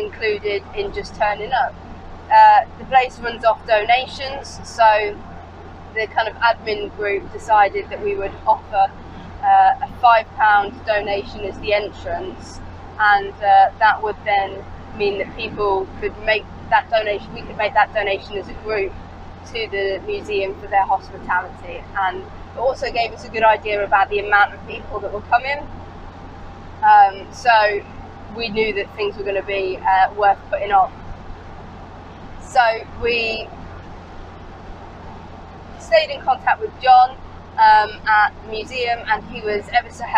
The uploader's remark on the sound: all recorded from my 1968 Morris Minor, Peggy